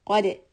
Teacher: Remember that qaf is a heavy letter, dal is not. So for qaf, I'm going to be raising the back of the tongue. For dal, I'm going to be lowering it and straightening the lips.